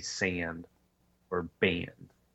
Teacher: that raised A sound that's part of the Northern City's vowel shift